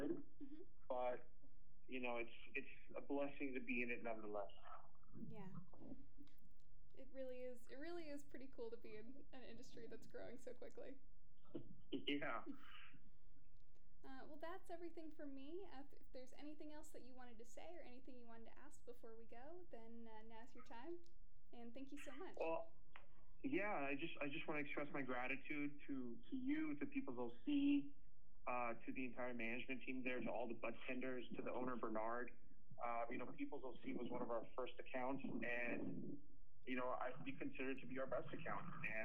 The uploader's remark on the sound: Unedited rough interview. Unedited with bad audio quality.